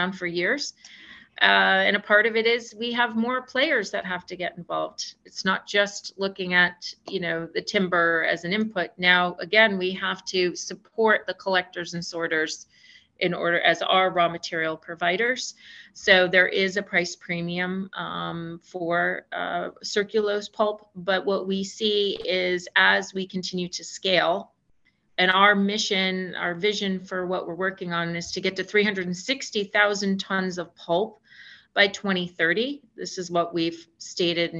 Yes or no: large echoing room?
no